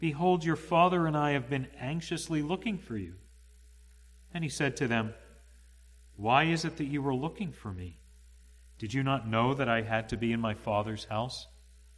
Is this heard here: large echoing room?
yes